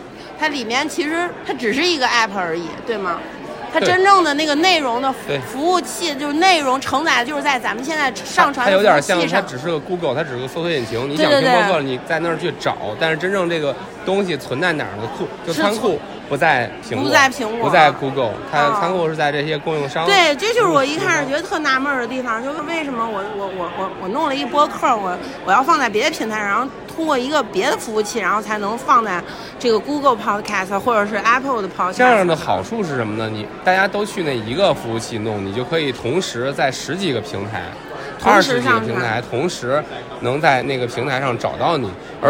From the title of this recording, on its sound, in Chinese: 现场录制】我们受邀参加播客全球年会